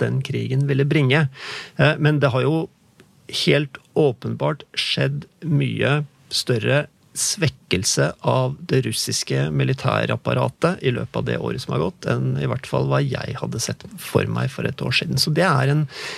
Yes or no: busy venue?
no